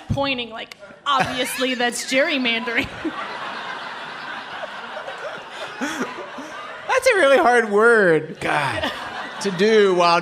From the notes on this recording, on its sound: Taped at The Bell House in Brooklyn, NY.